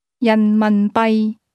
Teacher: That's pronounced with two mid-falling tones, followed by a low-level tone.